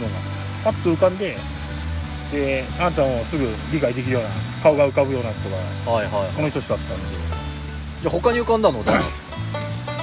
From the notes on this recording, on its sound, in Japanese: 雨の中での収録となりました。雨の音で聴きにくくなっておりますが。